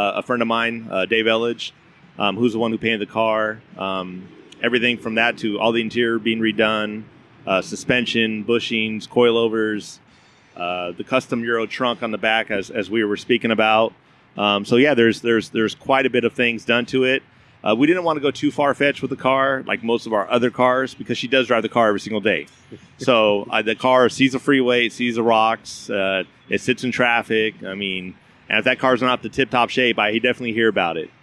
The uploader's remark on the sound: As you can probably hear, I’m not inside in a studio. We’re actually at Ontario Volkswagen in the Los Angeles suburb of Ontario, California, and we’re outside at the Oktoberfest, the 2nd annual Ontario Volkswagen Oktoberfest. We’re podcasting outside.